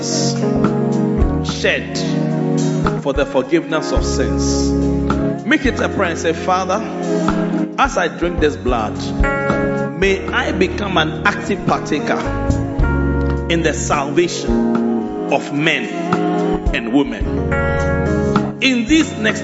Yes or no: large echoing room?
yes